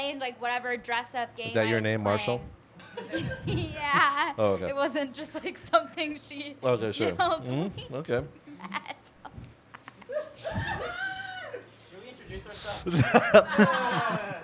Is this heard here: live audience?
yes